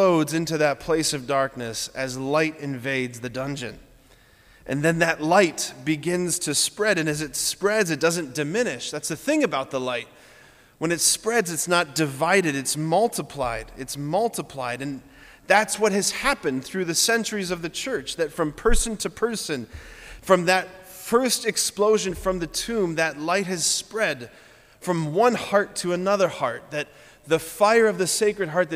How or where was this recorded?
large echoing room